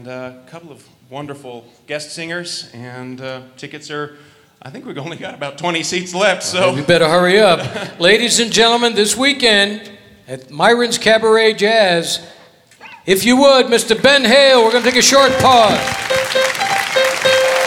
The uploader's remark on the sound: Live at the SouthPoint Casino